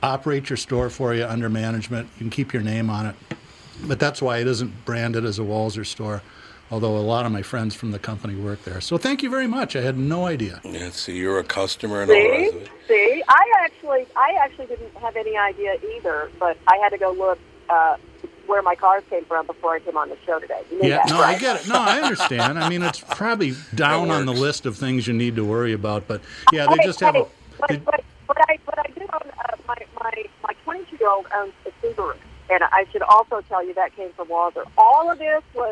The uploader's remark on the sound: calls in while sitting in her car, looking at the Capitol in Washington